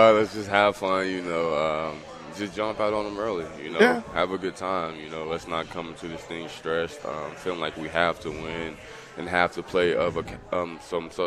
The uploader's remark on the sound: Live from Upside Bar and Lounge (27th & Pine Lake)